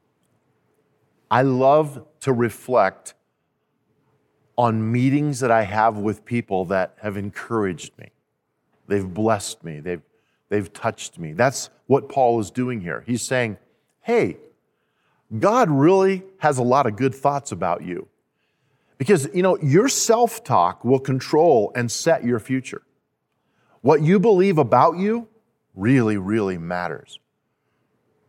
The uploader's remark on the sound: At Timberline Church. Live.